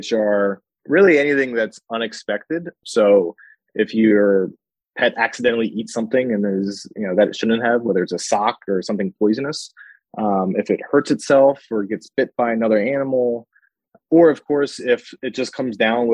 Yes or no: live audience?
no